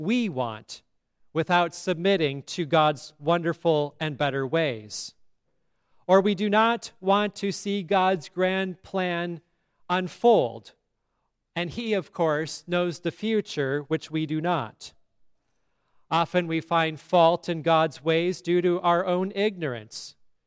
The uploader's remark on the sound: Listen to today's sermon at Grace Lutheran Church in Lexington, MO.